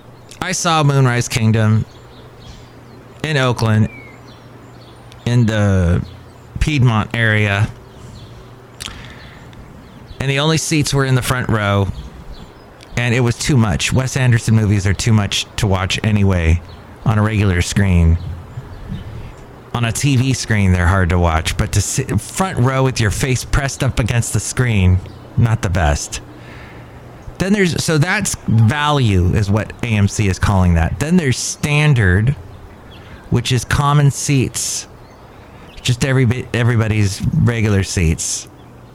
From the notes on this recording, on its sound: podcasts live from Cafe Anyway